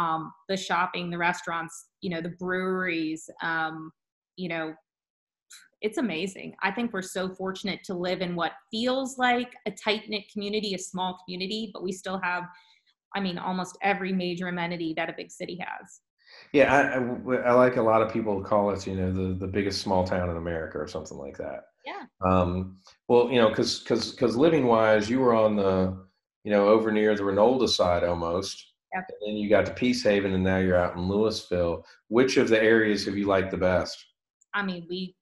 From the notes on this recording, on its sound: via Zoom